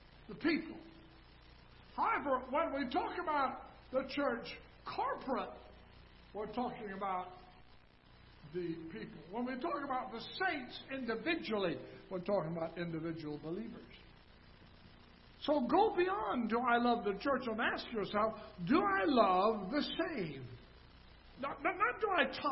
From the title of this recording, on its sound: Ketha Heights Baptist Church ~ Live Broadcast